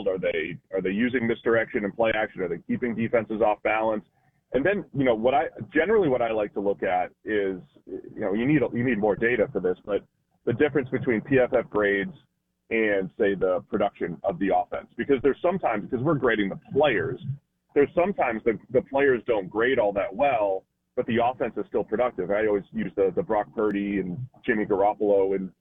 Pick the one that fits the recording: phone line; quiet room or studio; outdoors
phone line